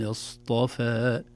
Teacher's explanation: قل الحمد لله وسلام على عباده الذين اصطفى. اصطفى الصاد والطاء مفخمتان والفاء بمدها رقيقتان